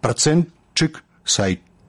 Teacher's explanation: па праўдзе гук «т» павінен зліцца з наступным «ш» у гук «ч»